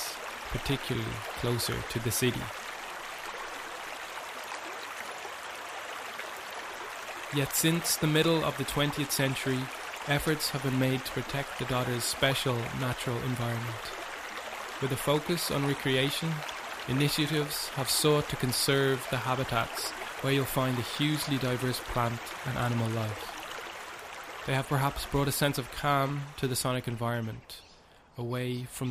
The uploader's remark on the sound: a soundwalk of the River Dodder in South Dublin